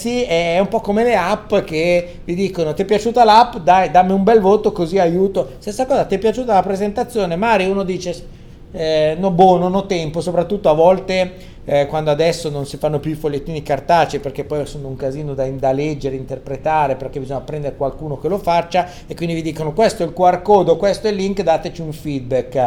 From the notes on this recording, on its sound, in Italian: Prima puntata di una lunga serie registrata ai Community Days 2015.